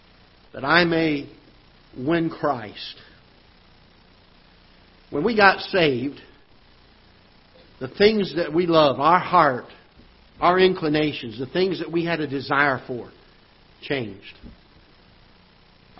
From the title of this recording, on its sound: Ketha Heights Baptist Church ~ Live Broadcast